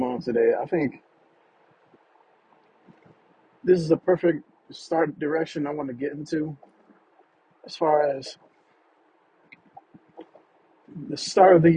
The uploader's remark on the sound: Talks in the car